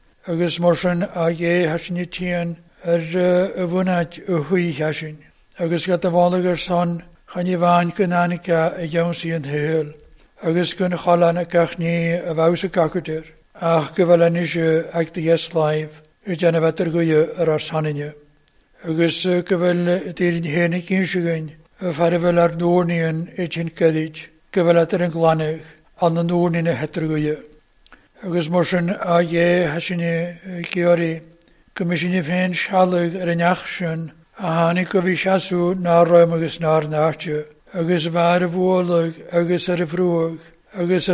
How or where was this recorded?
large echoing room